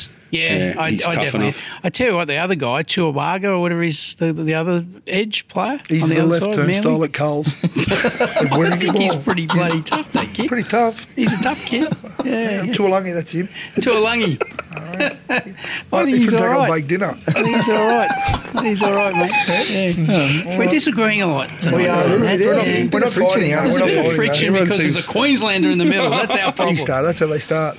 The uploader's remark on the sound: BTFU is filmed and recorded at The Village Inn Paddington.